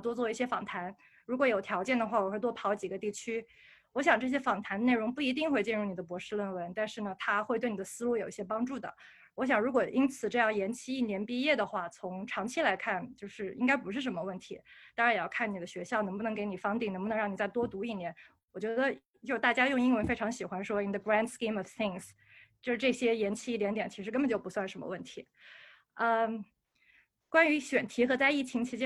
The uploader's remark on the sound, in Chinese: 这期给大家带来了今天夏天我们组织的一场在线活动的录音。